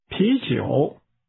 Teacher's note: The word beer is pronounced with a rising tone, followed by a falling rising tone.